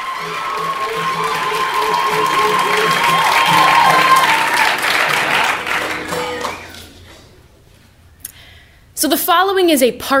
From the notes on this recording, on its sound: Live From Brown/RISD. Live show on campus.